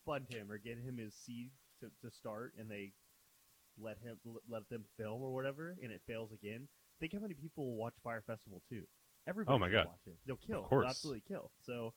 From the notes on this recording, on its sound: Sorry for the audio issues, should be fixed next ep.